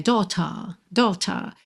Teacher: no inglês britânico, seria sem o R enrolado, né? · Term: British English